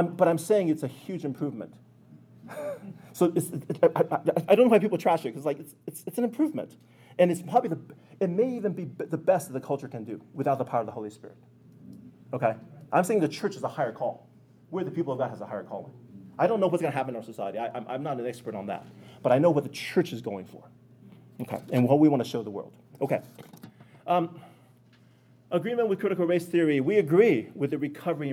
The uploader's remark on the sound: This audio comes from the FLD Spring leadership conference in April of 2022.